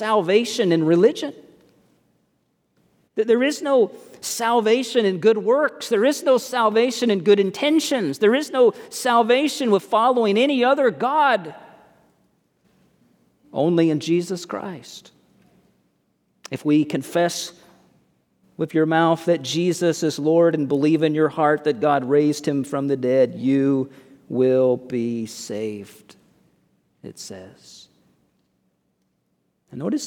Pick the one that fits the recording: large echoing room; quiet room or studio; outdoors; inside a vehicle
large echoing room